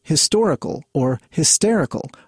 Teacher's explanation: The situation is further complicated by words whose initial sound isn't stressed. Words like historical or hysterical are stressed in their second syllable, which de-emphasizes the initial aspirant H and gives the word more of a vowel sound.